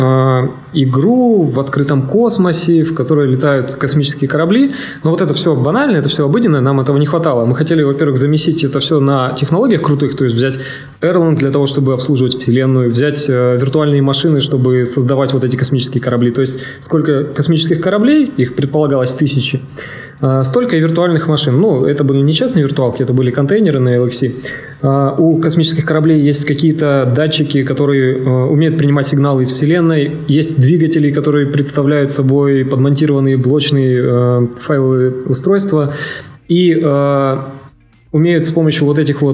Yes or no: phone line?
no